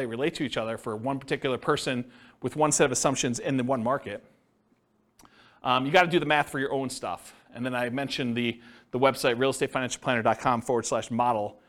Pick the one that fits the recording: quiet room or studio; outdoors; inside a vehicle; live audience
live audience